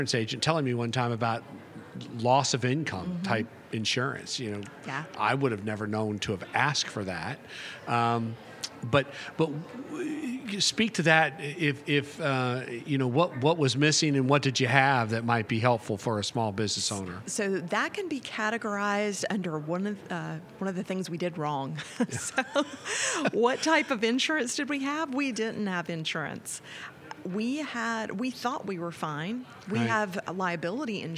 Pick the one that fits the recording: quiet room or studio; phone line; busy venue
busy venue